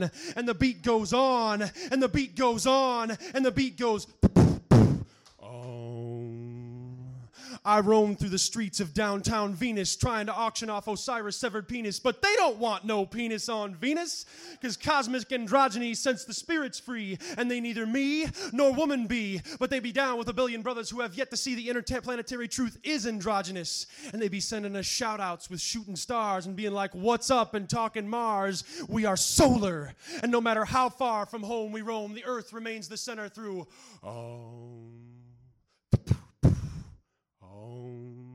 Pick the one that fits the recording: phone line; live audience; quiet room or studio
live audience